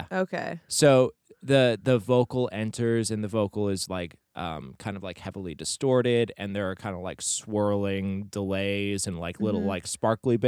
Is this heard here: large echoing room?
no